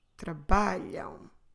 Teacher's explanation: We're not stressing the last syllable. We're stressing the one before, the penultimate, the second to last one.